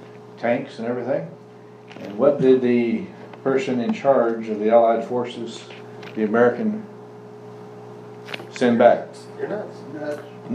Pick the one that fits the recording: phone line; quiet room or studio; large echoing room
large echoing room